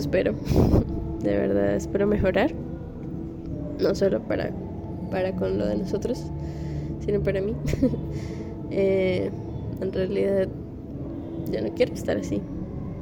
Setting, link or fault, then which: fault, background noise